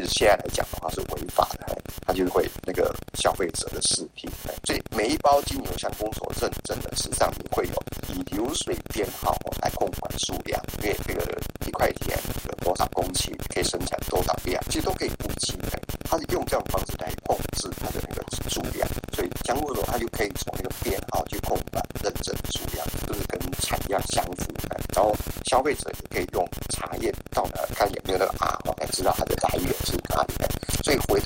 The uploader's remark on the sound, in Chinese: 因為錄音設備簡約，所以電訪受到磁波干擾甚巨。